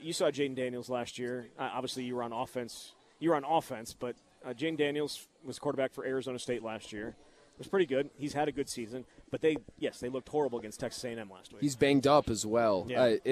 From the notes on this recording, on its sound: live from Monk's in Sun Prairie